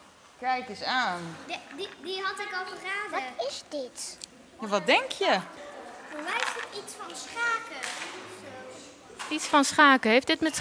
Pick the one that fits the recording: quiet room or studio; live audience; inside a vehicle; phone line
live audience